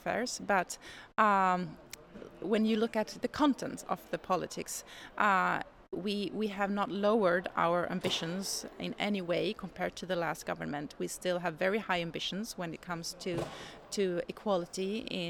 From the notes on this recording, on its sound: The conversations were recorded at the Swedish Gender Equality Forum in February 2023.